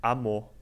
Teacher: em vez de se pronunciar o R final, fica a vogal · Term: apagamento desse R